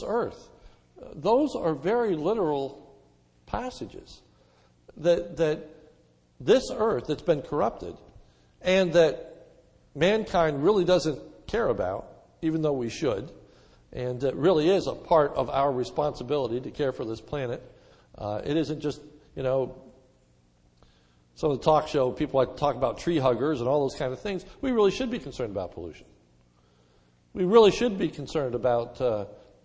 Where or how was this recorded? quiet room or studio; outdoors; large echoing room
large echoing room